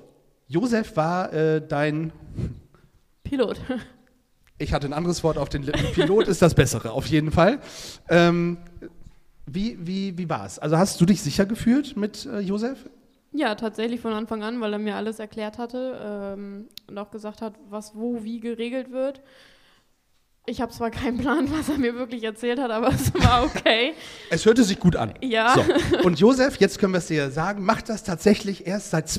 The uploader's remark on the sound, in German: Sind zu Gast auf dem Flugplatz des LSV Lüchow-Dannenberg in Rehbeck, um mit ihren Zuschauern über das Fliegen zu sprechen. Vor einer Cessna in einer großen Flugzeughalle haben sie das Set für die Live-Podcast-Aufnahme aufgebaut.